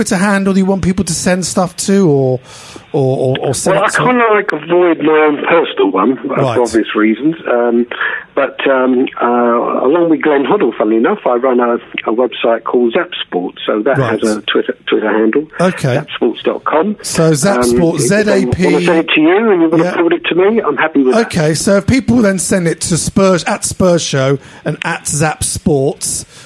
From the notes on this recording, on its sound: on the phone